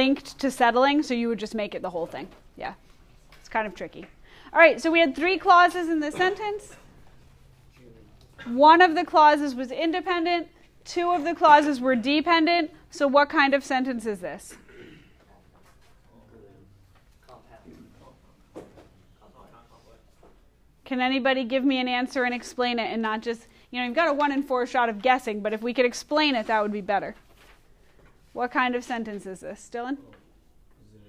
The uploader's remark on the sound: Recorded in class on 10/30/2019